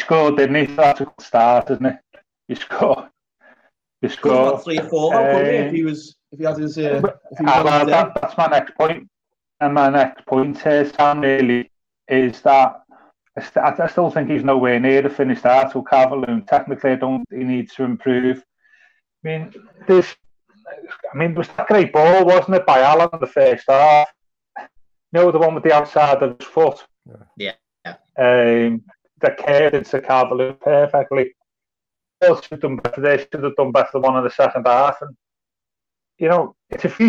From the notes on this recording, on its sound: Briefly lock himself out of the video call.